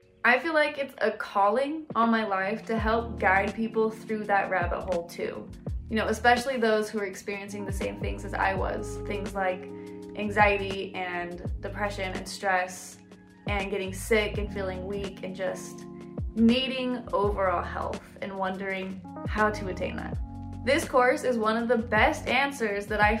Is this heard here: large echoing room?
no